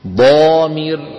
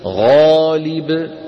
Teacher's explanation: فحرف الاستعلاء المطبق أشد تفخيما من حرف الاستعلاء المنفتح